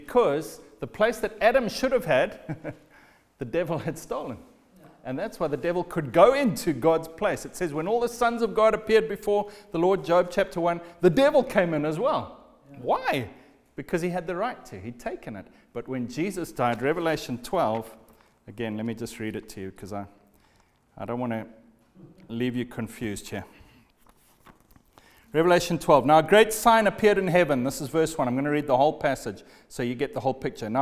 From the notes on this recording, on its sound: Recorded at the Lighthouse Bible School